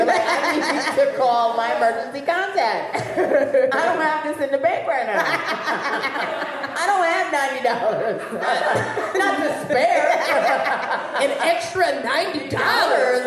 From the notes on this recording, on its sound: Live at She Makes Me Laugh Festival. Was recorded live as the She Makes Me Laugh Fest in NYC.